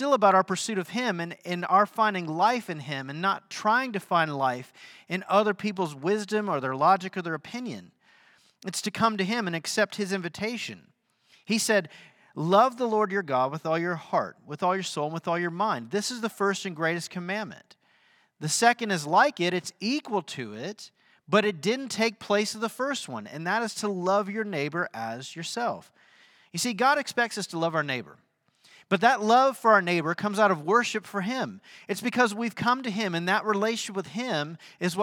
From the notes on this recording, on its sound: Sunday sermon at The Fellowship in Nashville